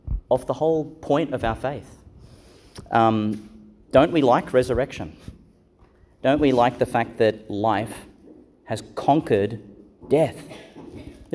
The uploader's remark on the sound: Homily for the Fourth Sunday in Eastertide, delivered in Our Lady Star of the Sea Catholic Church, Gladstone Qld.